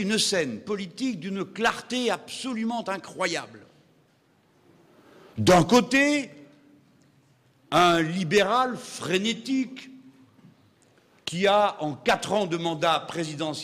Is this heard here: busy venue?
no